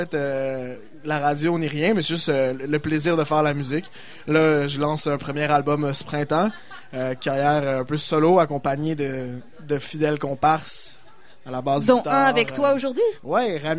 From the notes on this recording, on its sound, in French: Premier participant du concours Montre tes talents au Sacrilège. En direct du bar le Sacrilège.